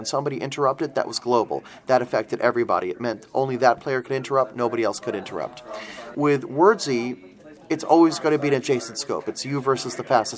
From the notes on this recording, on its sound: Recorded live at BBG.con 2016 in Dallas, TX.